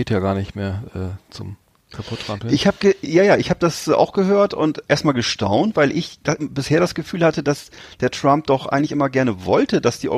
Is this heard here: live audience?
no